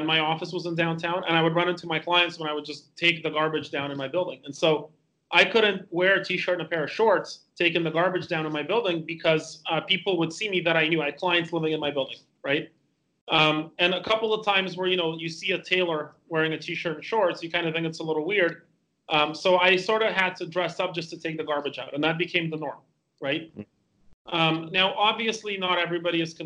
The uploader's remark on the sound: On this episode of The Laws of Style, I Skype.